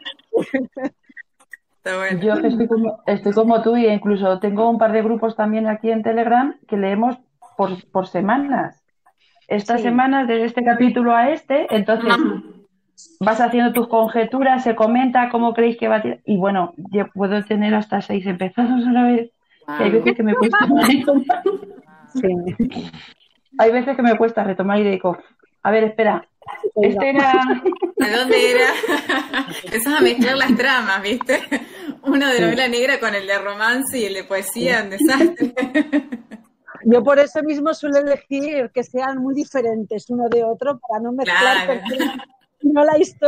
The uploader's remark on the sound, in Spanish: La hicimos usando #jitsi. Juntada Virtual.